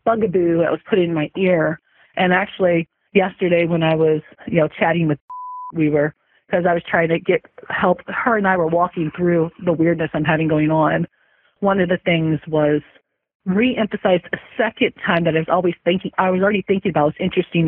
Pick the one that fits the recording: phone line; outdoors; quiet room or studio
phone line